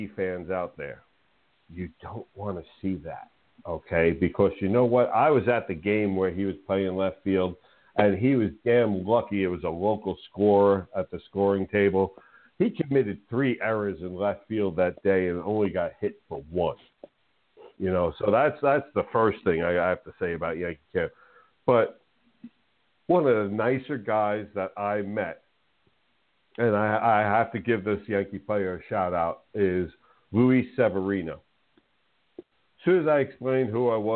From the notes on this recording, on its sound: A SPECIAL CALL IN GUEST!